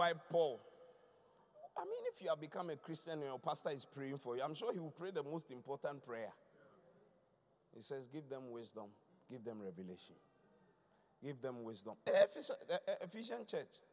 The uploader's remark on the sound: Preached at the Qodesh